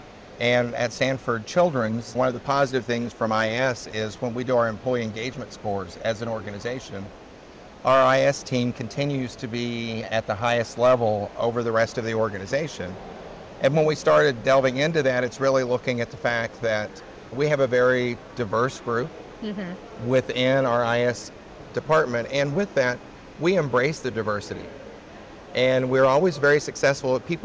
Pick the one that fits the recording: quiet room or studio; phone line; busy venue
busy venue